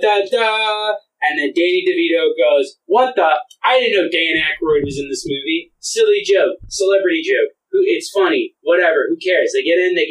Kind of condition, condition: fault, poor sound quality